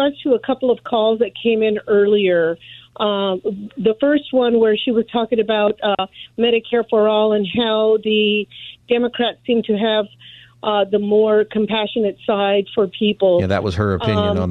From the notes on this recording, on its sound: take your call on any topic for Open Phone Friday